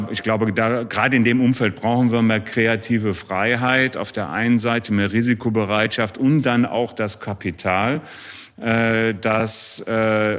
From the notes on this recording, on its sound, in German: Das Besondere: Diesmal nicht nur mit Ton, sondern auch mit Bild! Wir haben Folge #16 live beim MCC Kongress – Insurance Today & Tomorrow in Düsseldorf aufgenommen und direkt gestreamt.